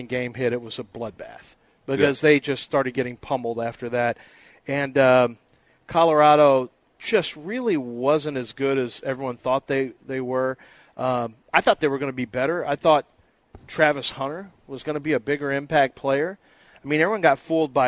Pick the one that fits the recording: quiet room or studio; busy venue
busy venue